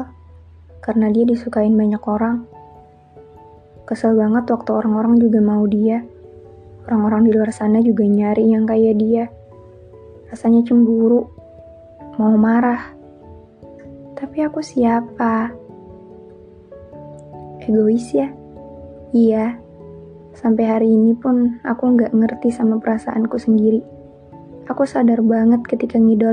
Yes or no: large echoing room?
no